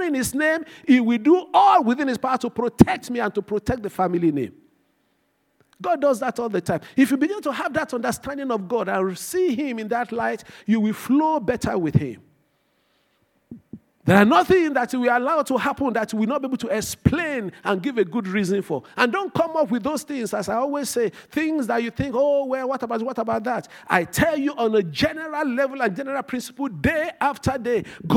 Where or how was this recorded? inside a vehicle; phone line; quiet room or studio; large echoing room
large echoing room